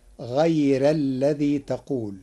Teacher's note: قرأ ورش كلمة غير بترقيق الراء فتصير غير الذي تقول لوجود الياء الساكنة قبلها.